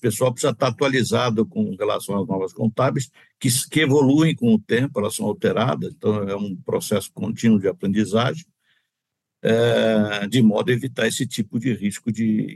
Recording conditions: video call